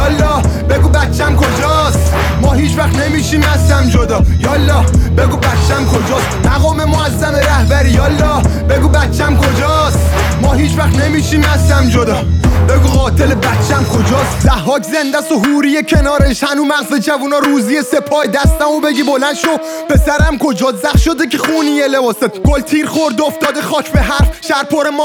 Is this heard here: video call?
no